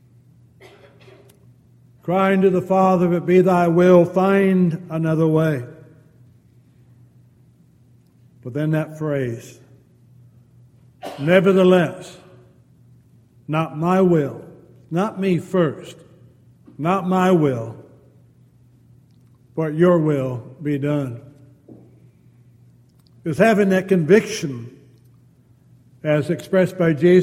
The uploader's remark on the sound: Downtown Church Of Christ Audio Sermon